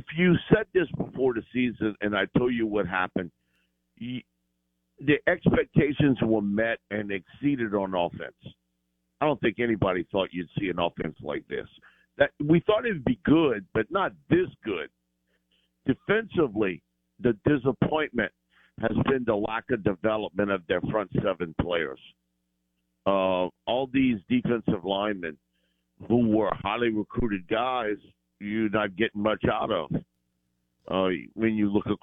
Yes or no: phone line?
yes